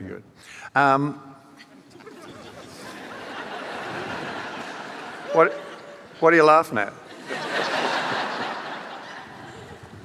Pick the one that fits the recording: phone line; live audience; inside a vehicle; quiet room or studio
live audience